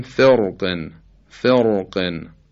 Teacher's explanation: این درشتی و این استعلا و این تفخیم حرف قاف روی را اثر بذاره و این را ساکن ما قبل مکسور رو که در اصل باید ترقیق بشه ما تفخیمش بکنیم، بگیم فرقن، فرقن.